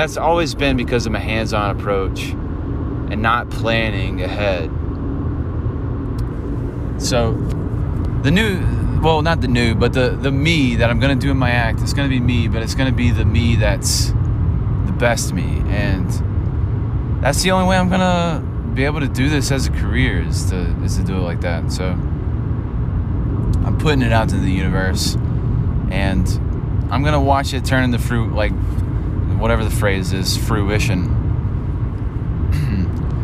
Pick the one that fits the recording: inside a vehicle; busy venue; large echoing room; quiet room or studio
inside a vehicle